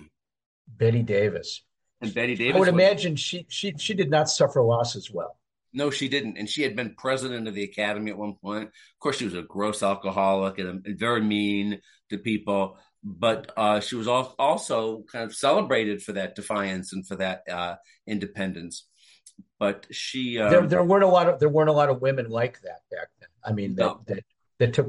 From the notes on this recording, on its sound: When a couple of Hollywood awards veterans (read: Medicare recipients) get together to slug it out on Zoom.